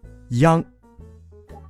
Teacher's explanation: 发音的时候从高元音一开始，舌位向后滑降到低元音啊，然后舌位升高，接续鼻音嗯